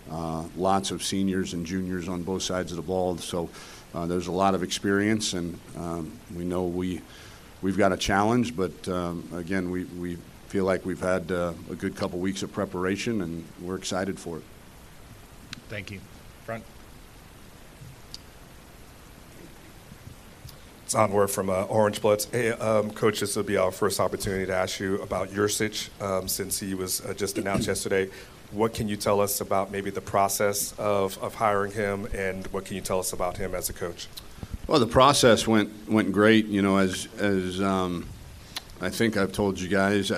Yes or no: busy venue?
yes